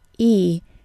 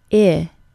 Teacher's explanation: In fact, the difference is a slightly lowered tongue position, along with the short I having slightly less duration.